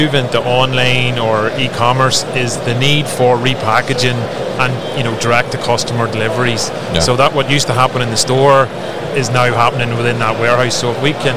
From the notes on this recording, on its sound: Combilift at MODEX 2022